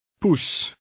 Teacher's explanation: Remember the final hissing S sound.